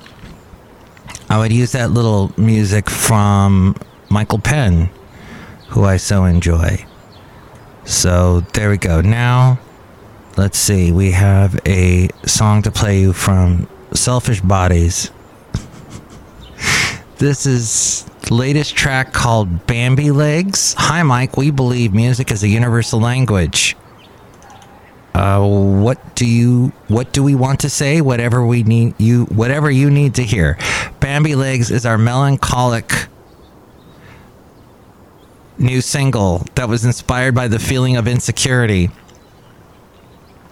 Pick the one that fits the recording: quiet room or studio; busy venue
busy venue